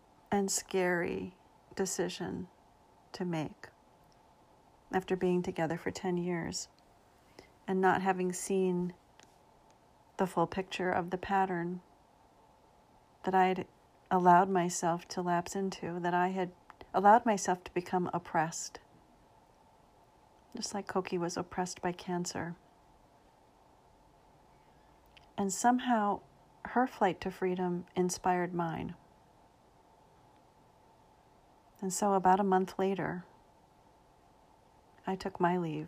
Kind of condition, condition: fault, sounds in the background